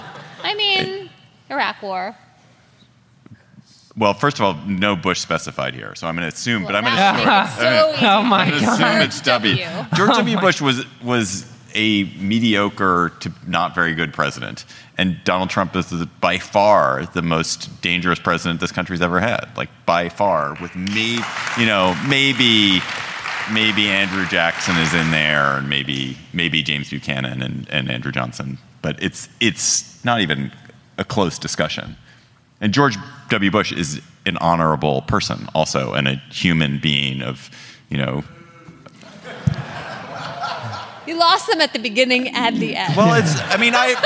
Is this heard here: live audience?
yes